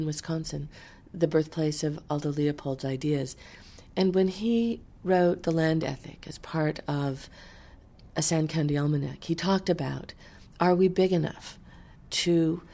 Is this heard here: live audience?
no